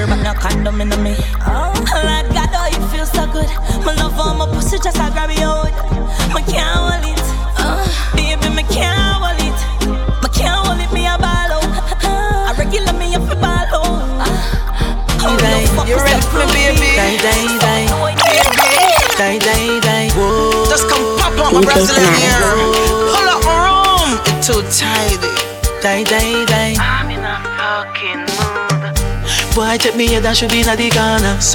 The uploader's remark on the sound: Each Mix is from a live recording from a DJ Booking.